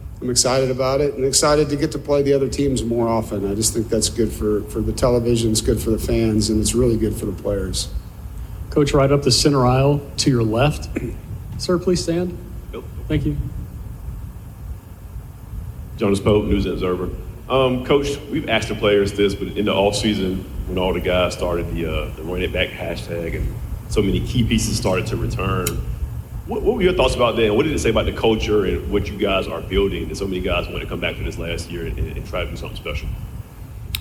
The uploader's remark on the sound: FULL NC STATE PRESS CONFERENCE, ACC KICKOFF 2022